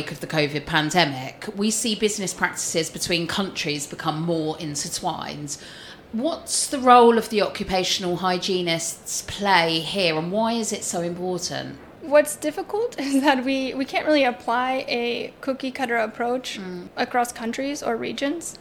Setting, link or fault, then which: setting, busy venue